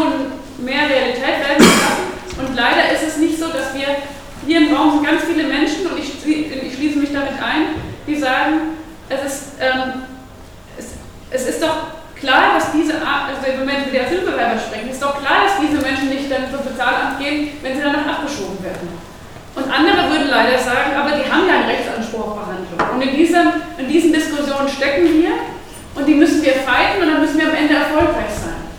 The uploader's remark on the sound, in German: Podiumsdiskussion Medinetz am 16.10. 2018 in Marburg. Mitschnitt der durch MediNetz organisierten Podiumsdiskussion.